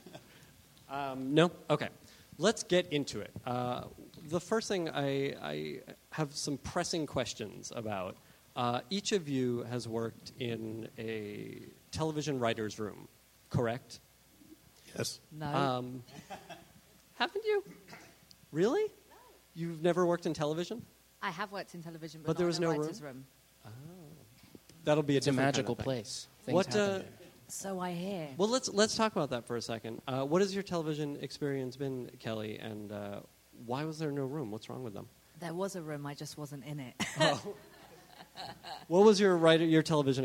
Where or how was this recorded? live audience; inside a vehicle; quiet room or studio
live audience